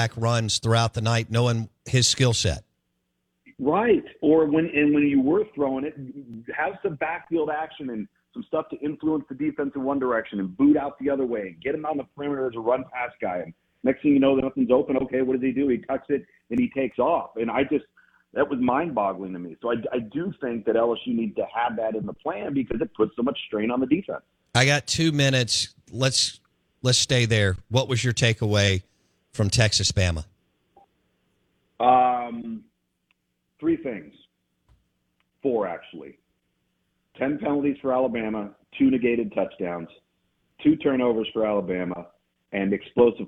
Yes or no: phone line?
yes